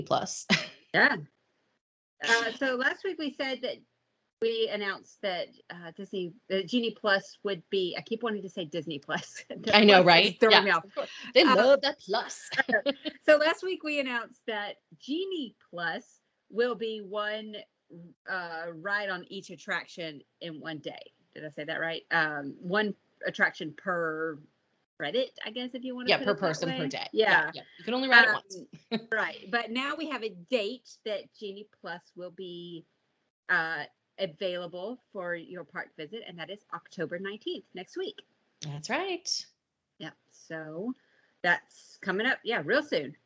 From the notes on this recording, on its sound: We apologize for the sound quality in the first 6 minutes, it gets better!